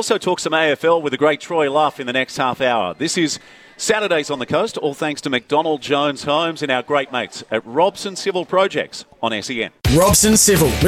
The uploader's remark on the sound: Live from Tuggerah at the soccer 5's. A special guest or 2 live on site.